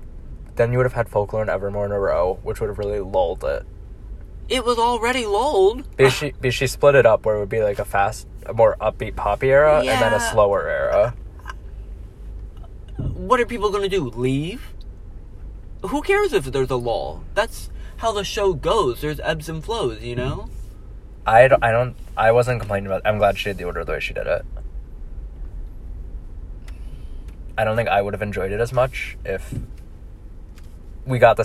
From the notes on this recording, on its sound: They record this live from their car after the concert. The quality is actually pretty good.